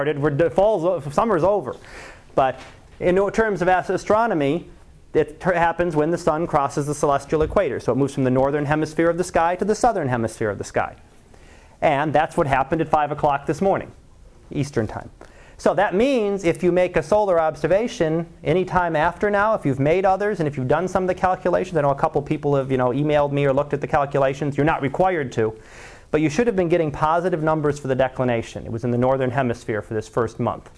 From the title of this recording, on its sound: Live Class Lecture